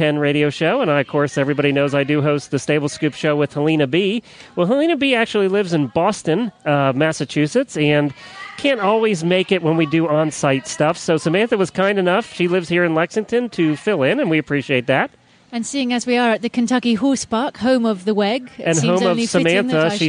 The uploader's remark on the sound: On Location at John Henry Memorial Adoption Fair. Stable Scoop was on location at the John Henry Memorial Adoption Fair at the Kentucky Horse Park over the weekend and what a fun event it was. Enjoy the flavor of the Kentucky Horse Park on a hot summer night.